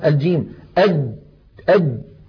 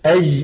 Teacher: كذلك الجيم أجد، الجيم أد مهما ضغطت فإن الجيم العربية الفصيحة شديدة يعني ينحبس الصوت · Shown in: first take